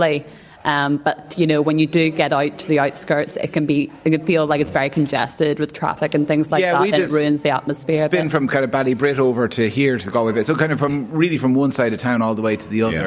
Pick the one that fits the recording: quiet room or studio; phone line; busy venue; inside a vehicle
busy venue